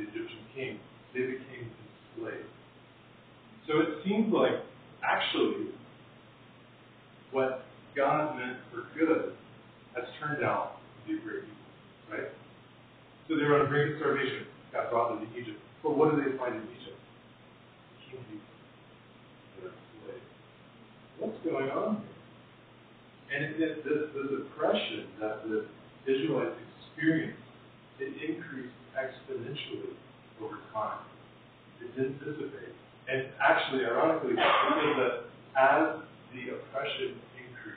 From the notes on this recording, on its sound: Apologies for the poor audio quality!